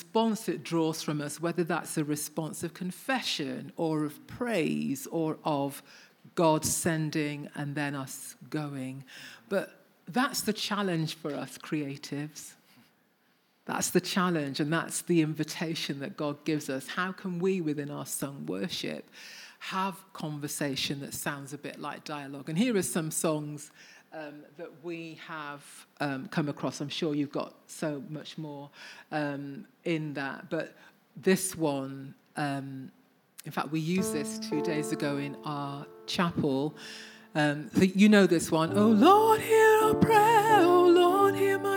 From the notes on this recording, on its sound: Recordings taken from the SA Worship Conference 2023 at William Booth Training College.